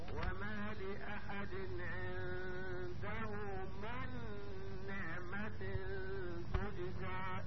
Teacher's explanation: وبدل ما بنطق نون ساكنة ثم بعدها نون متحركة نطقت نون واحدة مشددة. ادي معنى النطق بالحرفين حرفا، النطق بحرف ساكن فمتحرك بحيث يصيران حرفا دفعة واحدة، بحيث يصيران حرفا واحدا مشددا يرتفع اللسان بهما ارتفاعة واحدة. · Term: الادغام